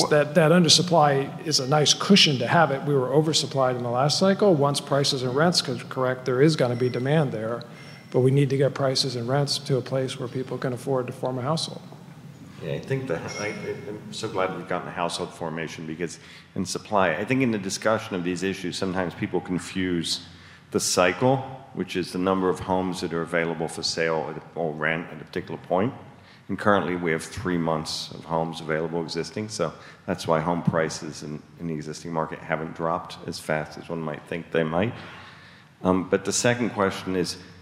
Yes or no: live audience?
yes